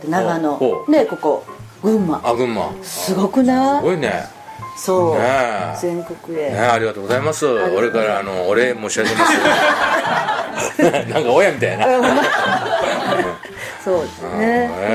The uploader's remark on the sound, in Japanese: 今回のゲストは群馬県前橋市のヘアーサロンマルヤマにて。対談公開収録をいたしました。